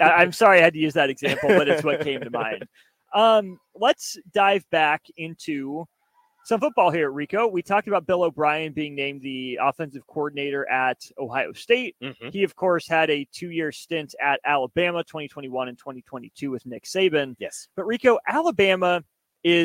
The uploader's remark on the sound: LIVE from CHI Health Center